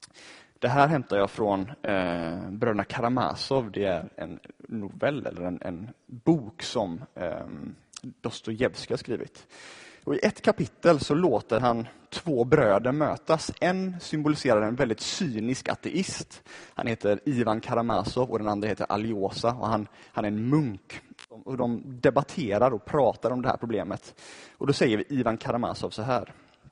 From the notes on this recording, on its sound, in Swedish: Inspelad i Baptistkyrkan Tabernaklet i Göteborg 2014-10-26.